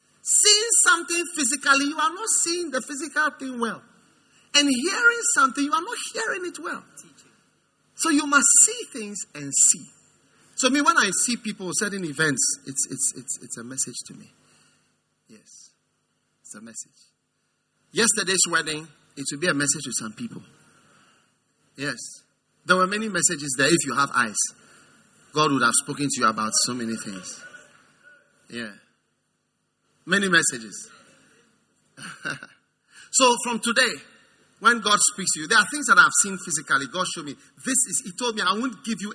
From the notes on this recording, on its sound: Preached at the First Love Church, Accra.